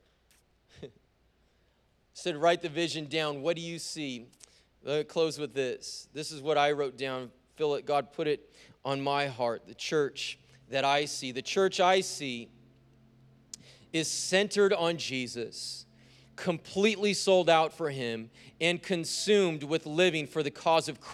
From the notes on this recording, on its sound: preached on January 30th at the 11:30AM service